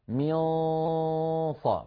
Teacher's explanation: هو صوت ممزوج من حرفين، ممزوج من نون لم يبق منها إلا غنتها، ومن صويت فموي من مخرج الصاد لكنه ليس بصاد، هو صوت فموي مضغوط إلى قبة الحنك، فيه شيء من التفخيم، فهذا يدل على ميونصة. · Term: الإخفاء